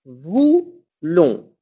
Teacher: J'ai pas fait une explosion dans ma bouche.